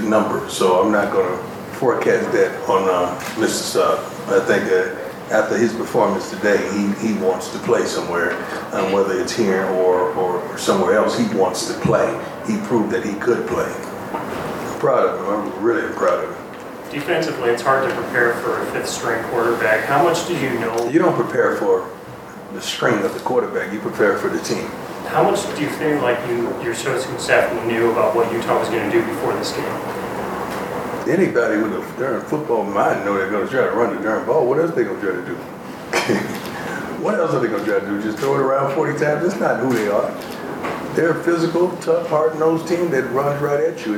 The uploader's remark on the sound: Post-game press conference